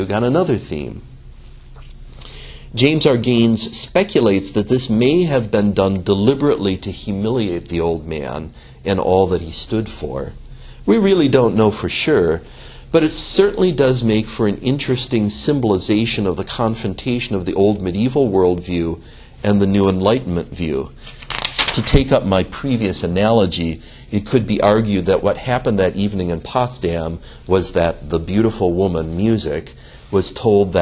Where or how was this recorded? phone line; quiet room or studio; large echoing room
large echoing room